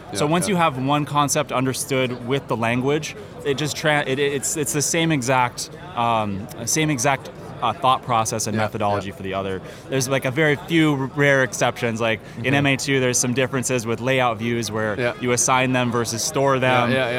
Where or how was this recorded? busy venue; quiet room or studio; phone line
busy venue